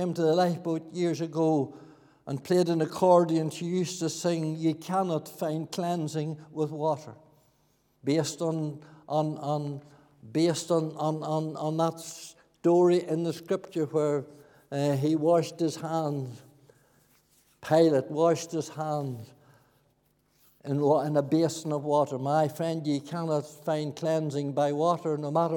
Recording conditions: large echoing room